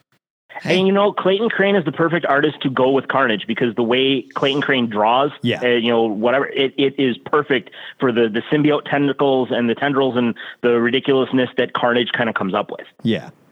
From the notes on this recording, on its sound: We open up the phone lines